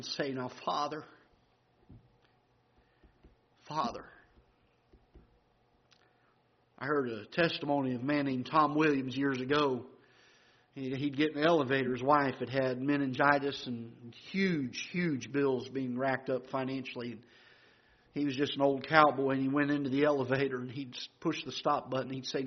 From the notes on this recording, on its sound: This is a live broadcast from the auditorium of Ketha Heights Baptist Church in Festus, Missouri